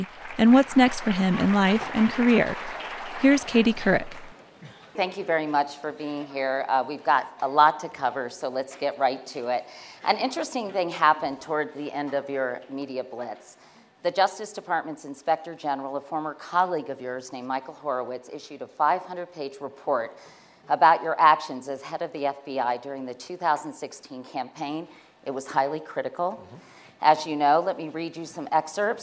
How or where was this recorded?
busy venue